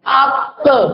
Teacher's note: तो जबान के आखिर से काफ निकलता है